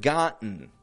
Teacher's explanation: that T's disappearing altogether